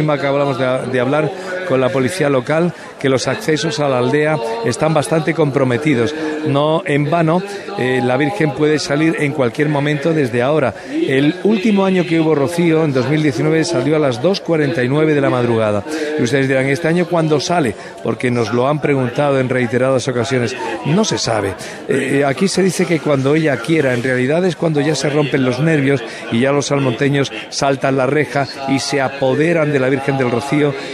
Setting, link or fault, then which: setting, outdoors